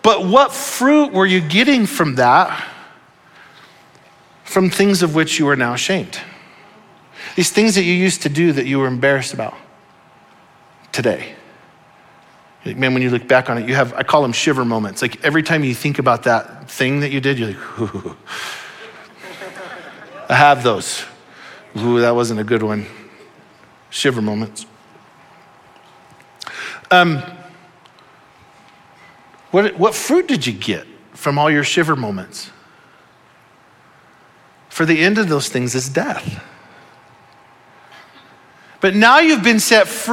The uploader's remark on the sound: Audio file of the Sunday Morning Sermon.